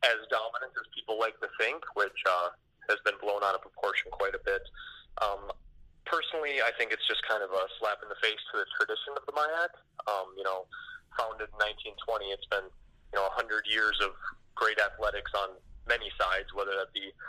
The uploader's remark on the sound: take call ins to get real-time reactions